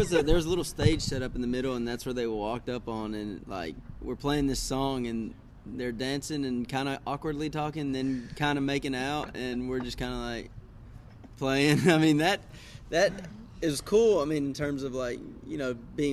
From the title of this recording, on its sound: Live from Trackside Music Festival